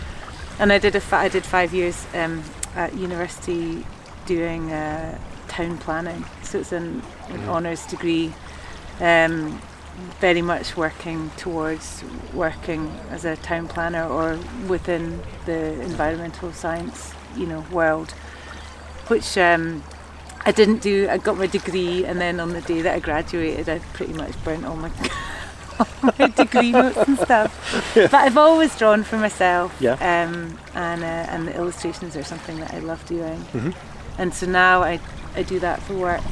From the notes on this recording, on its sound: We had this chat on the shores of Lake Windemere after we had a ‘swim’ in the cold water of the lake. The sound is affected by the surroundings, whether it be other people around or the water lapping on the shores behind us.